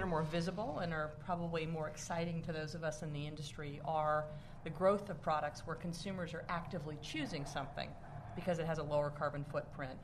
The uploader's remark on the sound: This program was recorded in front of a live audience